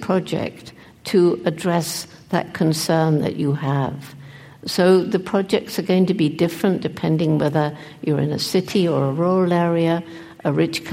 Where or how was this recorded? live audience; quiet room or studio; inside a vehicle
live audience